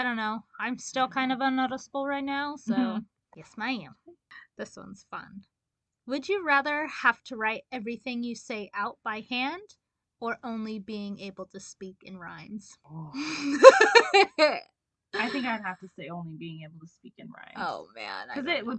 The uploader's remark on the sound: Bear with us on the audio of this and the next couple episodes. We aren't sure what went wonky but we will sort it out and have better quality coming at you asap!